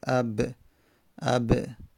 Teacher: بین شفتین للبای و المیم و الووه ما بین شفه لبها ما بین لبها که آخرین مخرجه برای با و میم و ووه